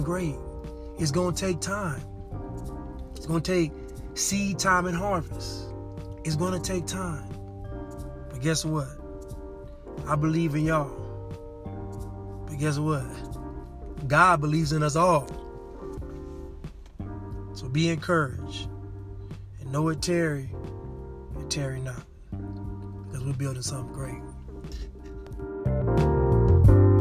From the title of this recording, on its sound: Casting from the car...again.